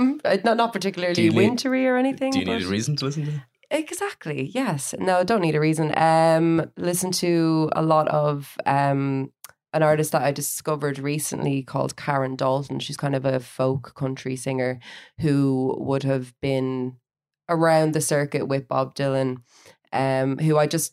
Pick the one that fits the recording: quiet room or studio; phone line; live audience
quiet room or studio